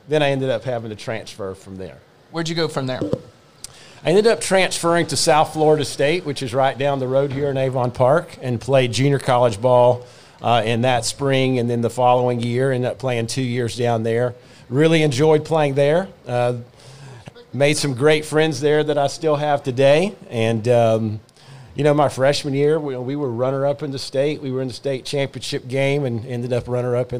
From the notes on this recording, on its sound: The guys hit the road and take on the Southern Sunshine BBQ & Music Festival put on by the KT Foundation.